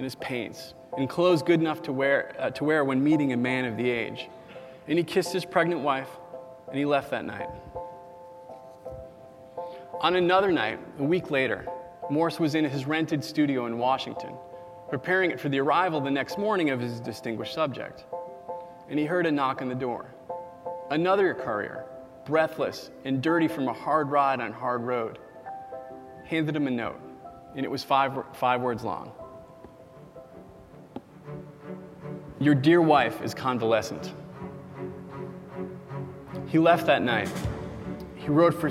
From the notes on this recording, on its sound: At Boing Boing: Ingenuity, our live theatrical event on August 18. Complete with sound effects that he manually triggered.